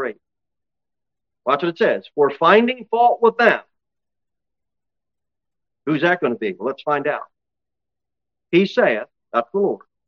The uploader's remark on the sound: Sermon delivered at Pilgrim Baptist Church on Sunday, July 23, 2023, at 11-15 am. Jere Whitson Rd. Cookeville, TN 38501.